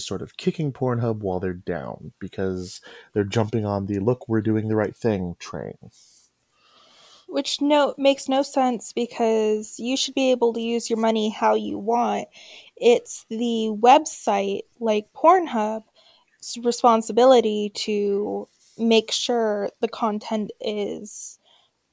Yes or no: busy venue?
no